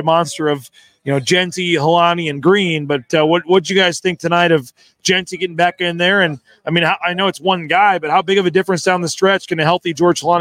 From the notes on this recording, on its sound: LIVE at The James Kitchen and Bar